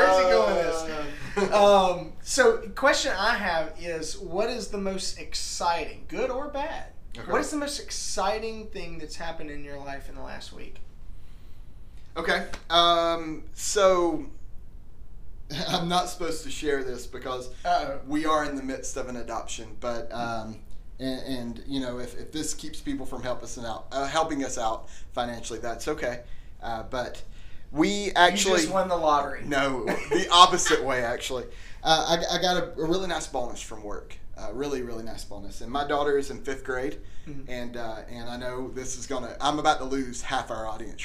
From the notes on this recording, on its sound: WE know the AUDIO LEVELS are really BAD.